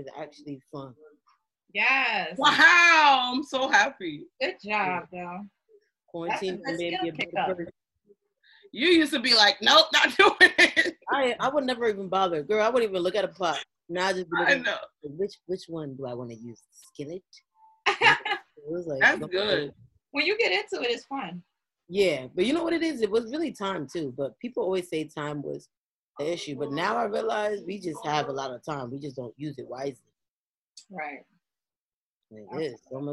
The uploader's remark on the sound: The girls connect via zoom.